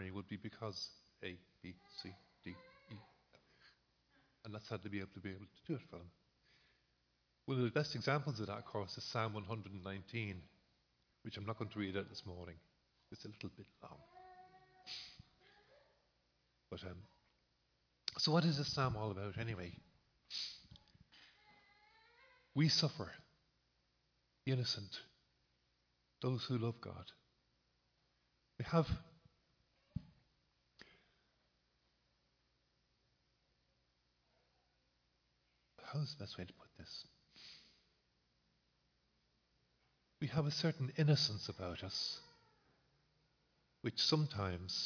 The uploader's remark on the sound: Recorded live in Liberty Church